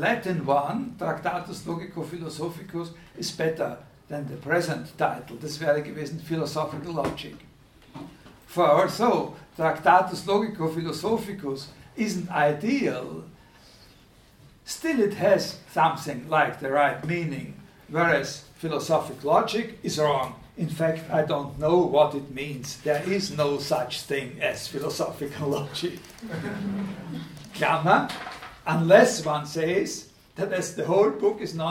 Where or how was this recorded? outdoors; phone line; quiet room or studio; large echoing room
large echoing room